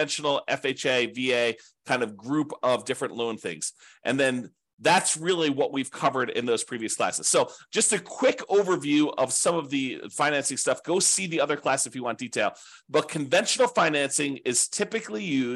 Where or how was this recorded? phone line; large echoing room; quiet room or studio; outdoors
quiet room or studio